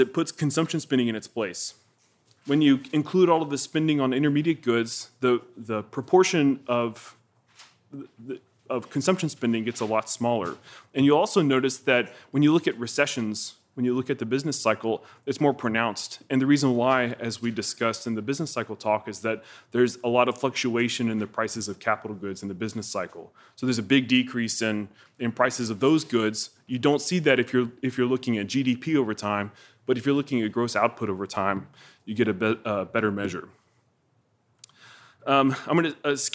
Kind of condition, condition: setting, large echoing room